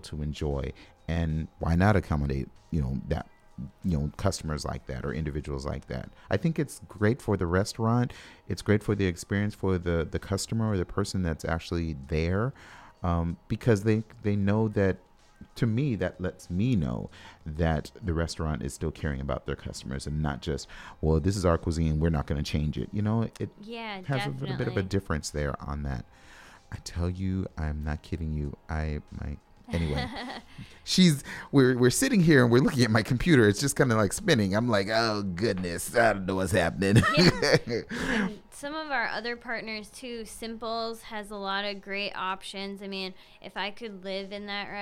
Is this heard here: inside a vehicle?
no